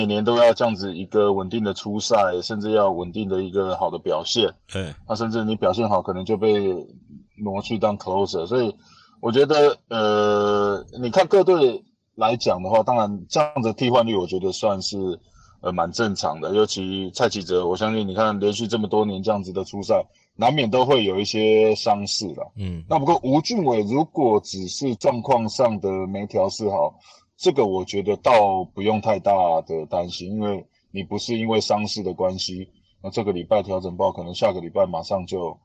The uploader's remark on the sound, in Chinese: 在車上錄音 音質有些狀況 請大家見諒